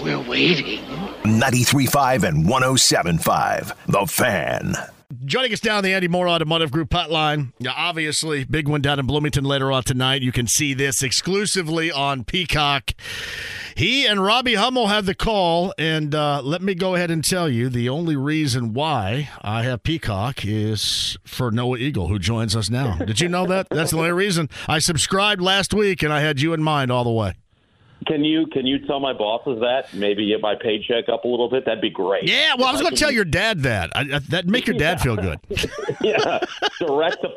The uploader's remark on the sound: opening the phone lines up and taking some calls!